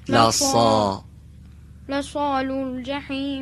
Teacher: مثل سین فارسی درشته، صداش هم بدیم عقب دهان · Term: صاد